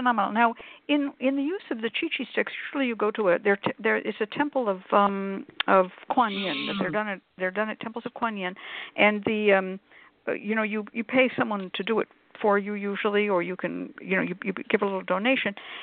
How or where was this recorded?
phone line